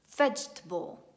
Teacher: Troviamo una E, ma questa E non si pronuncia assolutamente.